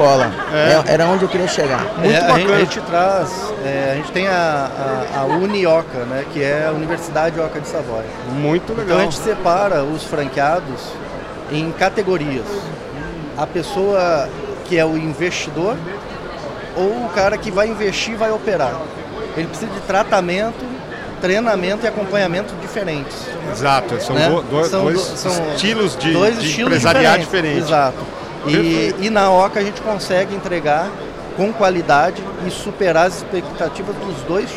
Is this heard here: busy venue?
yes